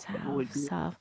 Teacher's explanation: Do you say a salve with the L drop?